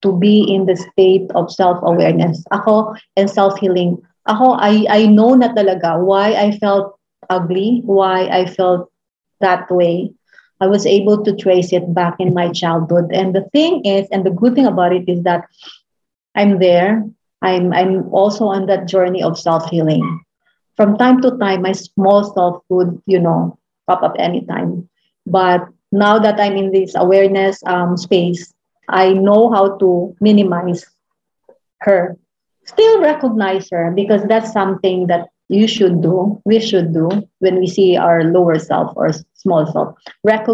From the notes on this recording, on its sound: Zoom call